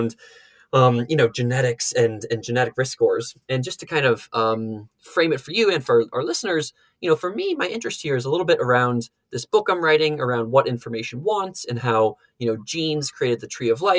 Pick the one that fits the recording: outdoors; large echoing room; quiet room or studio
quiet room or studio